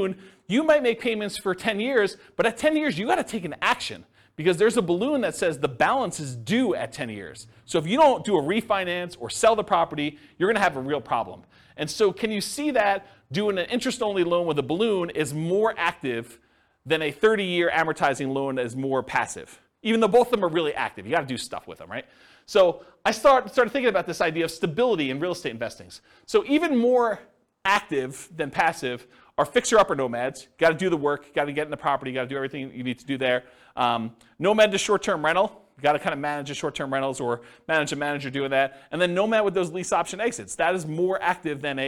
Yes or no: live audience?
yes